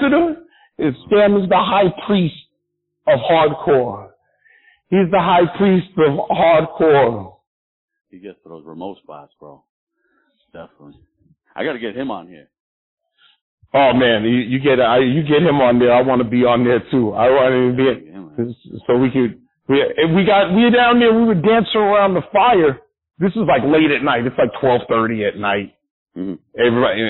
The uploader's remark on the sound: a phone interview